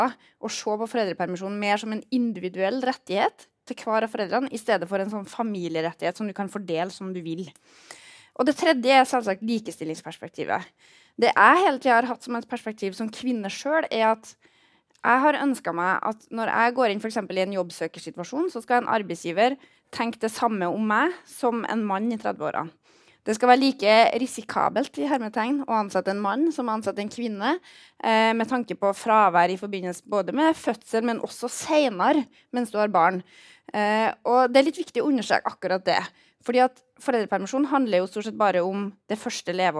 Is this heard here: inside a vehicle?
no